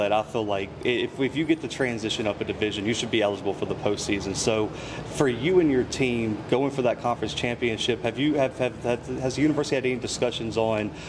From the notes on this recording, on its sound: Live from United Athletic Conference Media Day in Arlington, Texas.